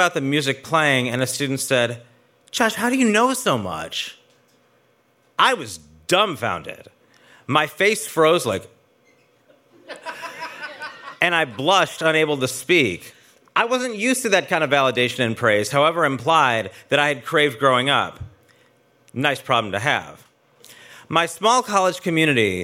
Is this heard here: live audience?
yes